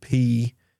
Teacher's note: when we say the word pee, there's a burst of air that is released from our mouth that if we don't have the proper microphone technique or precaution that you see on my microphone now, we'll get what we call a plosive. · Term: plosives